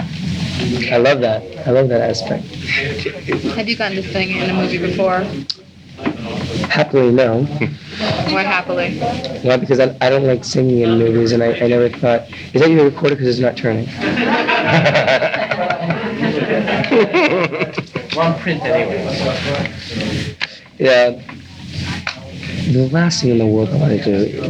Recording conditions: background noise